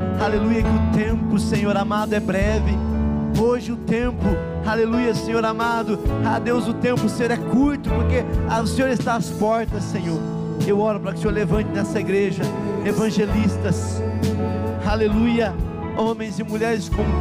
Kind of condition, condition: setting, large echoing room